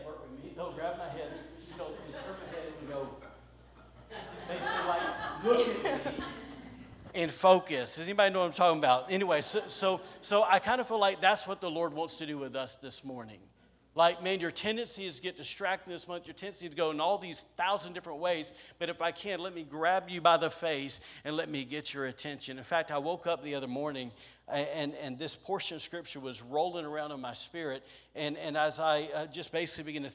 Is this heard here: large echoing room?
yes